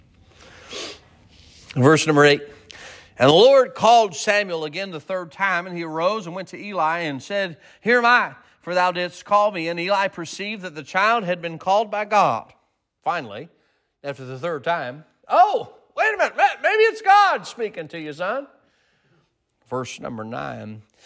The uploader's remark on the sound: Sermon preached at Mid County Baptist Church.